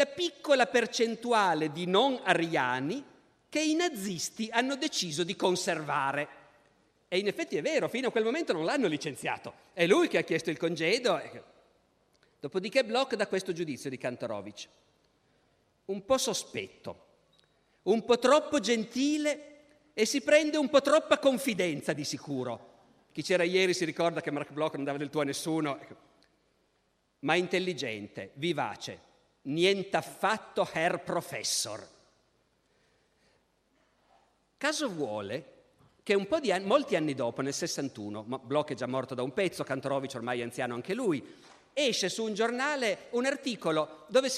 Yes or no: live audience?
yes